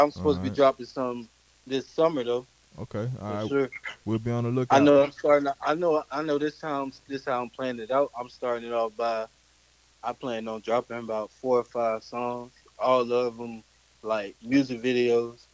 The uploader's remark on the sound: Phone interview